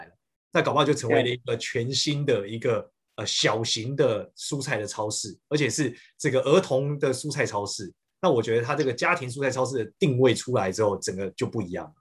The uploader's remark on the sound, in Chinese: 這集採遠端錄音，收音情況不如錄音室請見諒～